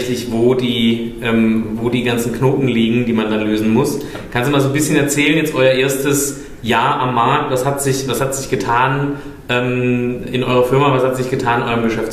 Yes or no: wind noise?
no